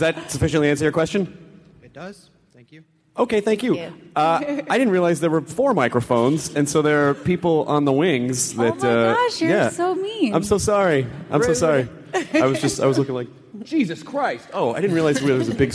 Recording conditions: busy venue